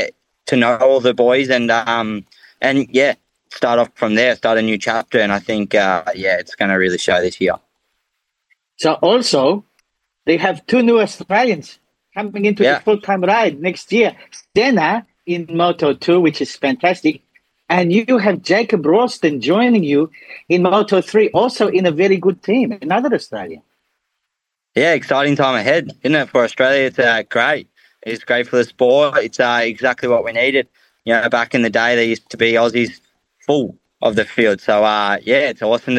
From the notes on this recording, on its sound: It had to be on Zoom.